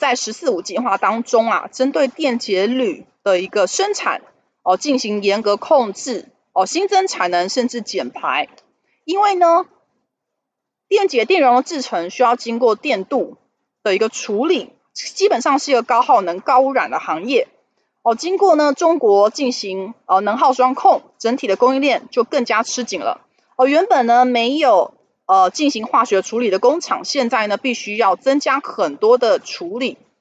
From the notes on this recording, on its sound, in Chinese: 本集有些許雜音，已亟力避免，如有察覺請多多包涵